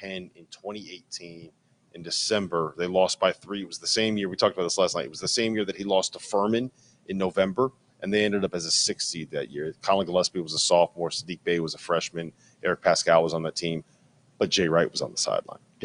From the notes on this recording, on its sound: LIVE from the Champions Classic in Chicago!